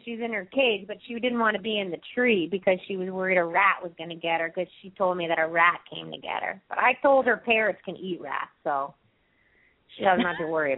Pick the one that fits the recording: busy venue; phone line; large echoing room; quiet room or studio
phone line